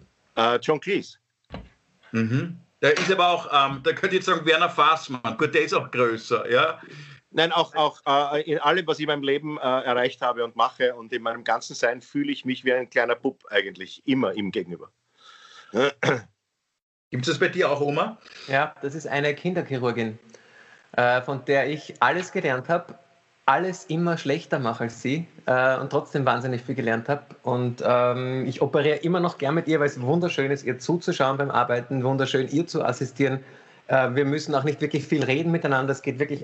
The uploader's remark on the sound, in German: Aufzeichnung einer ZOOM Session. Weil das aktuell nicht möglich ist, finden sie ihr Publikum, indem sie einander via Skype am Abend beim Reden zusehen.